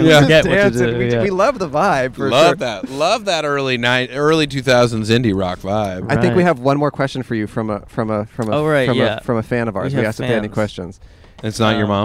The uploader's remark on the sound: Outside A Disgusting Bathroom. We plopped our soggy asses outside of the place we were both born: a park bathroom!